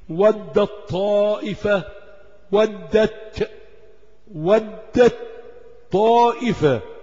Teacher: تاء مفتوحة بعدها طاء، هتلاقي التاء معراة لأنك تلغي التاء تدغمها فالطاء · كأن التاء غير موجودة · Term: إدغام